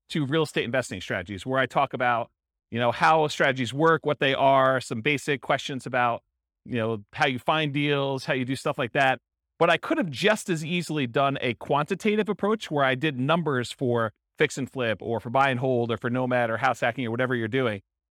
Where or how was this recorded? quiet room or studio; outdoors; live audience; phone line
live audience